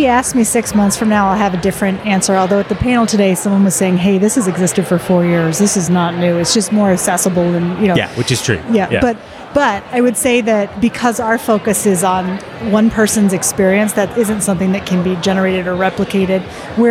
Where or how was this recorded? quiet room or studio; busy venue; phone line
busy venue